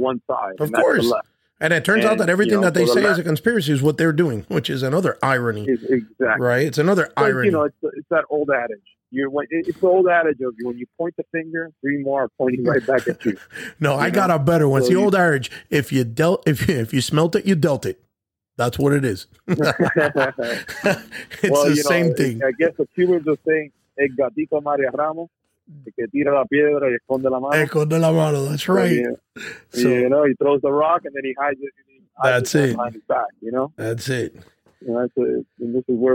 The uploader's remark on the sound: In this episode we bring in our first guest call.